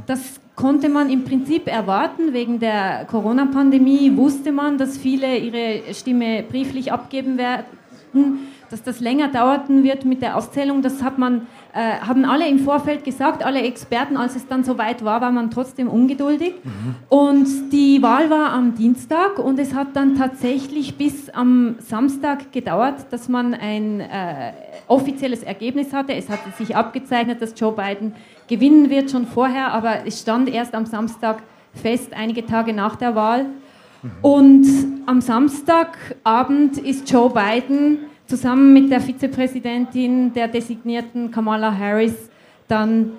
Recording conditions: live audience